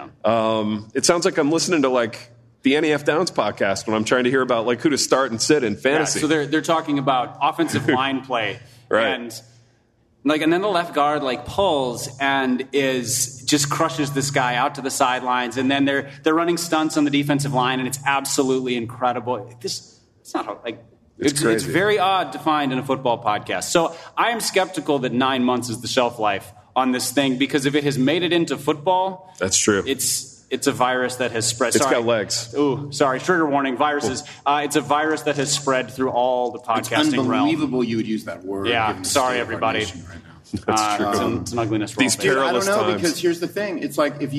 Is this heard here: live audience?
yes